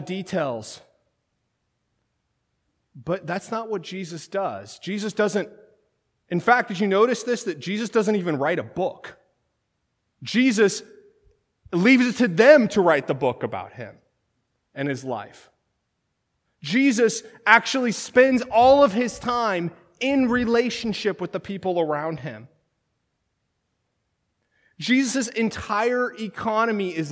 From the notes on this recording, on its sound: This sermon was originally delivered at Third Christian Reformed Church in Lynden, WA on March 31, 2019.